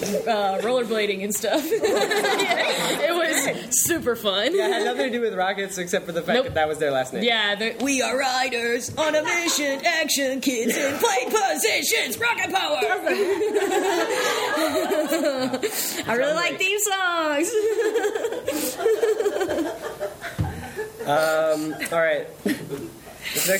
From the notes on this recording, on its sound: In front of an audience of friends, past guests, and fellow contributors to this incredible live celebration. Before a backdrop of an early edition of the Ron Swanson Pyramid of Greatness.